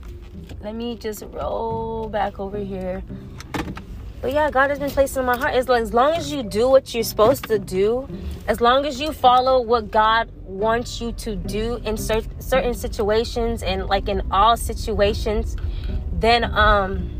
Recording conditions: inside a vehicle